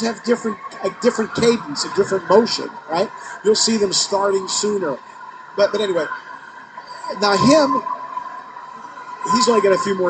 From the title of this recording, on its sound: LIVE at Three Rivers Karting